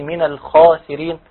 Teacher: كلمة الخاسرين يراعي تفخيم الخاء